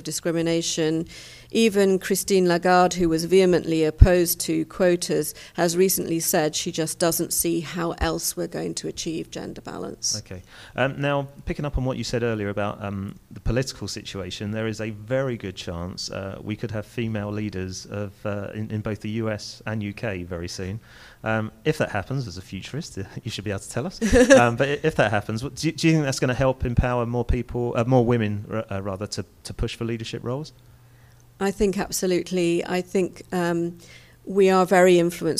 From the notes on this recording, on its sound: Recorded at the European Communications Summit in Brussels